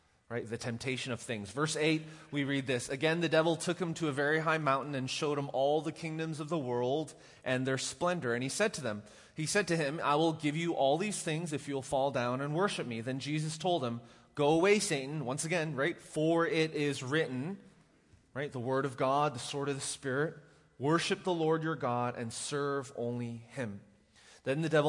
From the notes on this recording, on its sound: Recorded live at The Fellowship at Two Rivers.